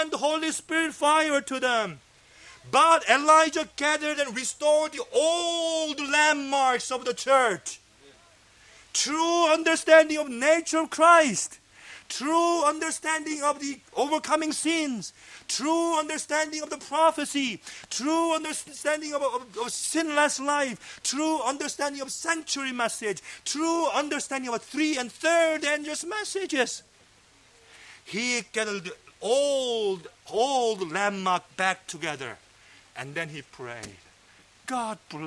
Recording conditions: large echoing room